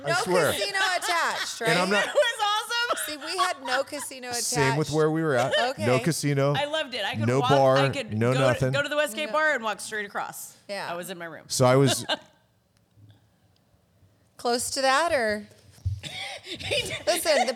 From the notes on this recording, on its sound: Recorded at Autotopia LA